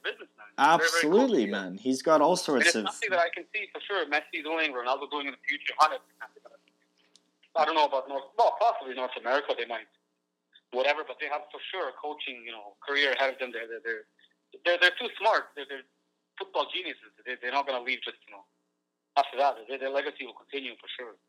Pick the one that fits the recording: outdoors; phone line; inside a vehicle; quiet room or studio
phone line